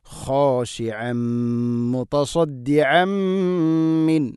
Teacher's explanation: ഐന് തൊണ്ടയുടെ മധ്യഭാഗമാണ് മഖ്റജ്, അതുകൊണ്ട് വളരെ ശ്രദ്ധിച്ചുകൊണ്ട് ഉച്ചരിക്കണം.